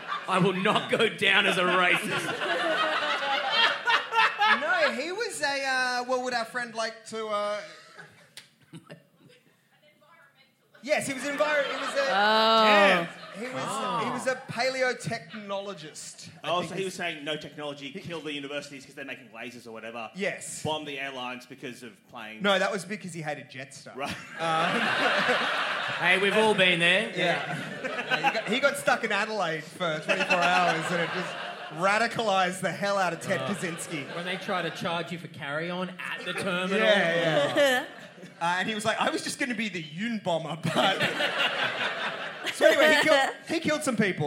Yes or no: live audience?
yes